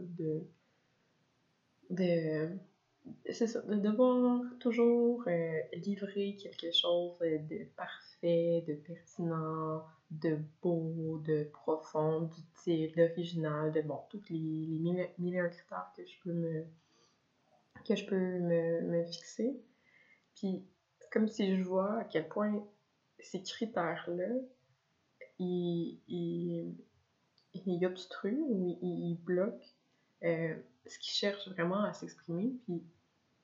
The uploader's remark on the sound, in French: M'enregistrer parler, sans possibilité d'arrêter et de recommencer, et publier la chose telle quelle. Le son est mauvais (j'ai oublié d'activer mon micro, oups).